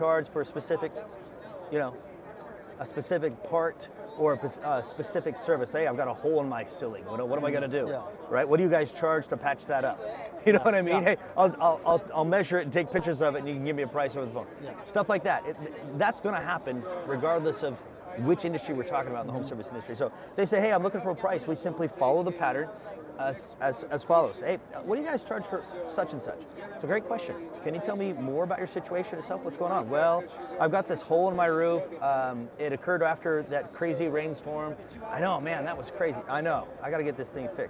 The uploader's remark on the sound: sat down with us at Service World